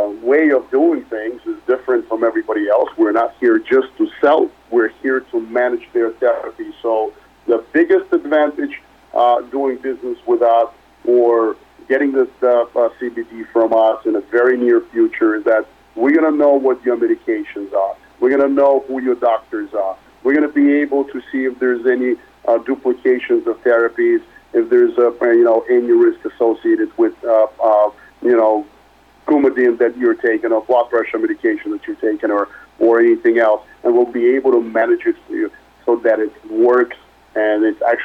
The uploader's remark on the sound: Progressive Care Conference Call for Q3 2019